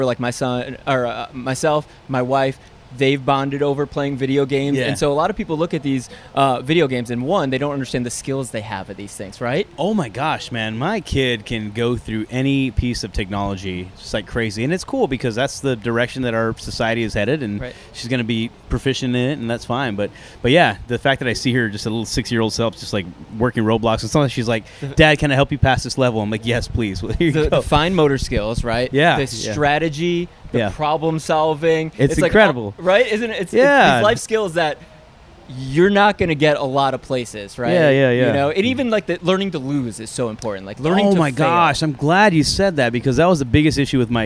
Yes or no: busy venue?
yes